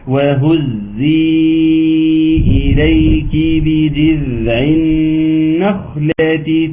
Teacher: طبعا الزاي المشددة المرققة